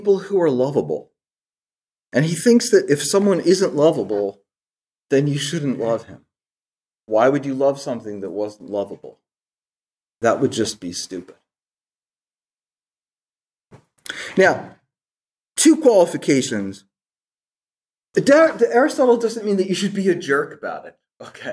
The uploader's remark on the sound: This lecture was given on June 13, 2023 at the Dominican House of Studies in Washington, D. At the Dominican House of Studies in Washington, D.C. As part of the 2023 Civitas Dei Summer Fellowship.